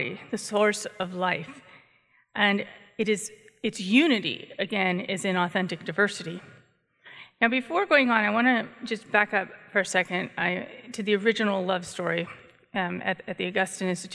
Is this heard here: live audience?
yes